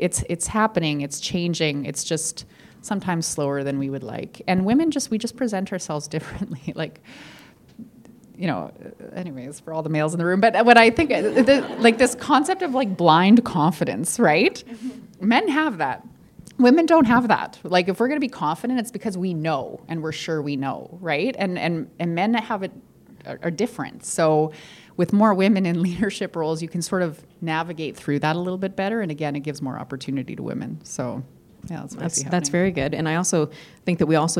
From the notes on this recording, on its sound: Industry Outlook Panel (2022 AWESOME Conference). This episode was captured live at the first in-person AWESOME Conference on November 9th, 2022 in Saskatoon.